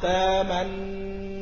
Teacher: وأدغم النون الأولى في النون الثانية من تأمنا على يوسف إدغاما تاما، أي من غير روم أو إشمام · Term: الإدغام المحض